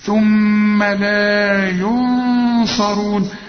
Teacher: أدي النون وبعدها الصاد برضو هنخفيها ونغنها